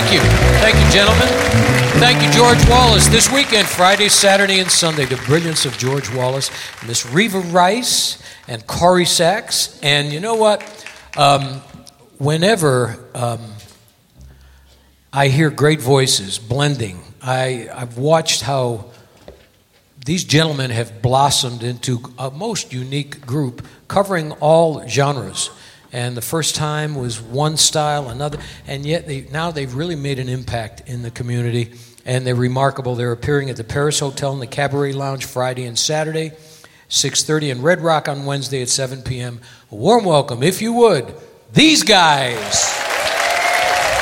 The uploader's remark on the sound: Live at the SouthPoint Casino